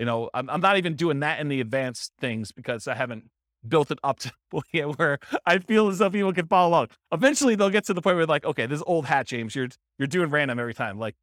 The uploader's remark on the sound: This was a live class recorded